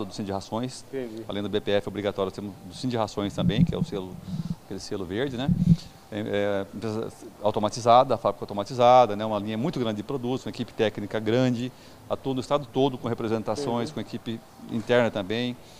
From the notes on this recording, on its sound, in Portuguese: Prosa boa gravada durante a Reunião Itinerante da ASBRAM, em Campo Grande.